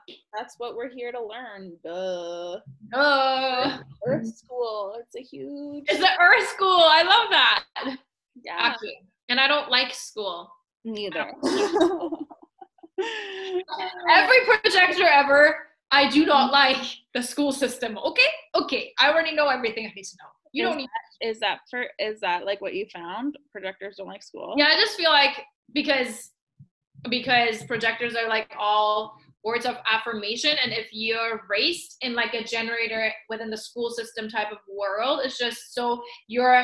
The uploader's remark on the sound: Two Projectors Jump On A Zoom Call